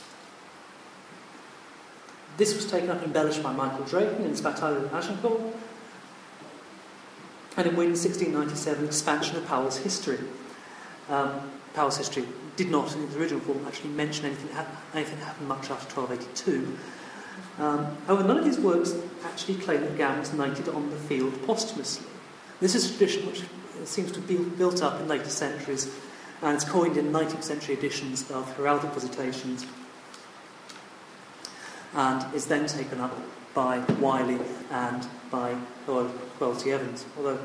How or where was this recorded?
live audience